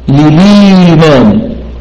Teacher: للإيمان وقعت الهمزة قبل ياء المد، لو أنها حققت للإي لكنا الهمزة مثبتة، لكن ورشا يقرأ بنقل حركة الهمزة إلى الساكن قبلها لليمان، فصارت الهمزة الواقعة قبل حرف المد محذوفة ونقلت حركتها إلى الساكن الذي قبلها